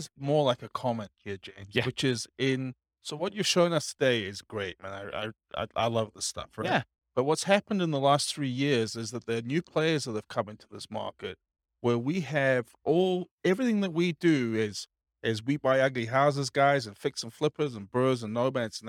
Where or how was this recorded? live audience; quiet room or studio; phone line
live audience